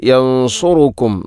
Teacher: യൻസുറുക്കും എന്നതിൽ ഇഖ്ഫാവും ബിഗുന്നയുണ്ട്, സുക്കൂനുള്ള നൂനിന് ശേഷം സ്വാദ്. അവിടെയും ശ്രദ്ധിക്കണം, യൻസുറുക്കും സ്വാദാണ്.